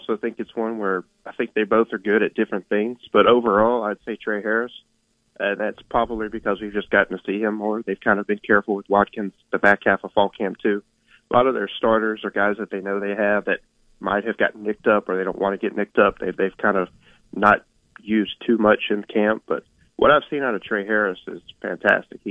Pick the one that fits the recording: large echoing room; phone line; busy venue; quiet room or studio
phone line